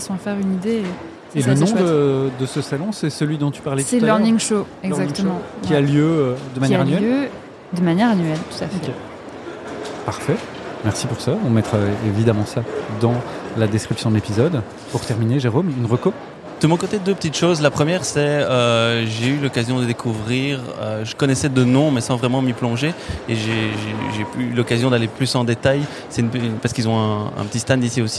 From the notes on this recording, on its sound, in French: Nous enregistrons directement du salon Learning Technologies France de Paris. Même si les conditions d’enregistrement sont inédites.